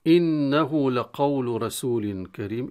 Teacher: إنه لقول رسول كريم، إنه نون المشددة غنة بمقدار حركتين، وهاء الكناية التي تنتهي بها الكلمة يأتي بعدها لام، وقبل وما بعد الهاء متحرك، فنشبع الحركة المضمومة في الهاء فيتولد عنها مد، هذا المد يسمى مد صلة صغرى